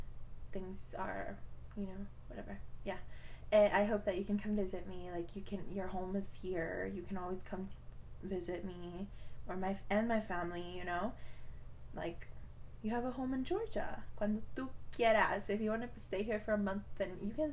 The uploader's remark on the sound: Sorry I sound far